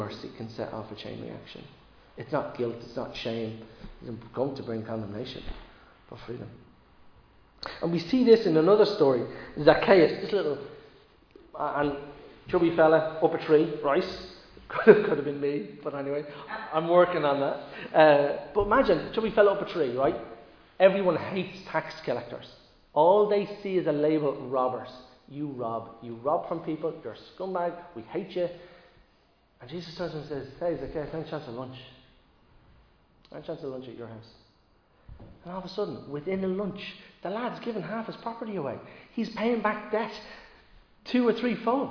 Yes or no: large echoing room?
yes